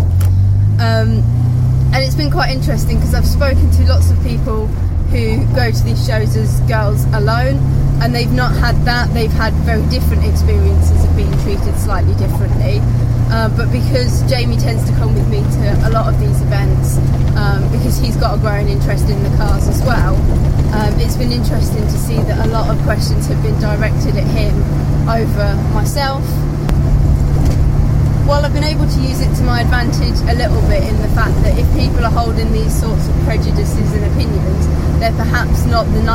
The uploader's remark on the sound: all recorded from my 1968 Morris Minor, Peggy